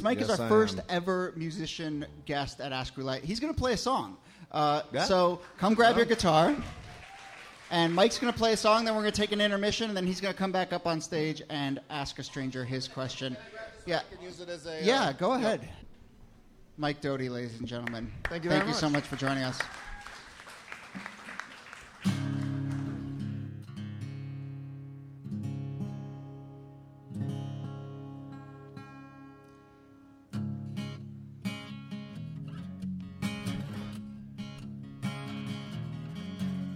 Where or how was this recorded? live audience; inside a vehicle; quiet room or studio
live audience